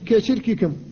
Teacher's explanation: فالكاف هنا المكسورة وبعدها مضمومة لا بد من النطق بها بشدتها لئلا تنقلب إلى حرف آخر إلى التاء مثلا، وكذلك التاء إذا تكررت فلا بد من الحفاظ على شدتها أيضا. · Term: الشدة